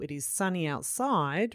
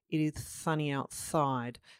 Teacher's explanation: their tongue comes through their teeth and they would say it is sunny outside · Shown in: second take · So that is something we call an interdental lisp, and it's quite, it can be commonly heard in children, but we'd expect that by that, you know, 4.5 age range that they should have outgrown that typically.